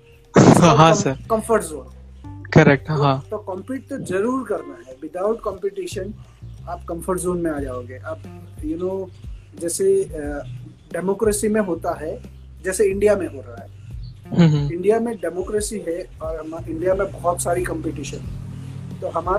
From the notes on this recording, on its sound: Hi there was a problem of Network we record the session 2 time but got issues both time so i Shorted the session. There was a problem of Network we record the session 2 time but got issues both time so i Shorted the session and picked something from that only.